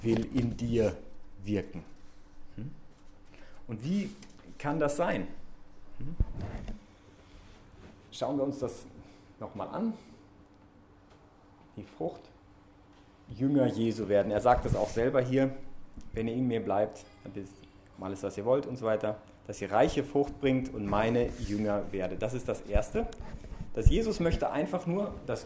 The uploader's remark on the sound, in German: diese Predigt während der BeFree Messe im Zentrum Johannes Paul II.